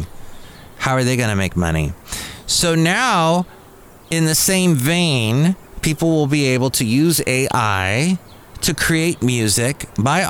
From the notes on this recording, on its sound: podcasts live from Café Anyway